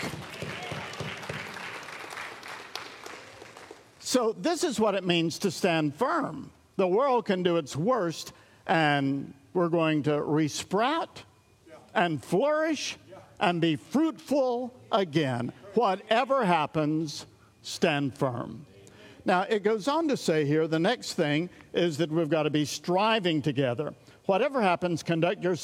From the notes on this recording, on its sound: recorded at Sunnylane Family Church in Oklahoma